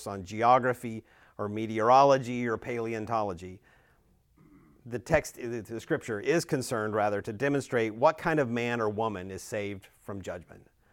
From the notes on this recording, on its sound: Recorded at Emmaus Church in Buford, GA on Wednesday, November 1, 2023.